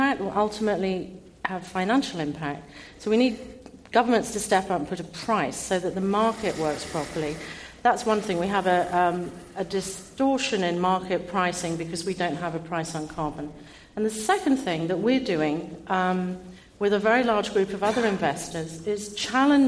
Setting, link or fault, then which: setting, live audience